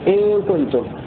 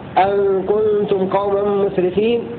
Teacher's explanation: قرأ حمزة والكسائي ونافع بكسر الهمزة · Shown in: first take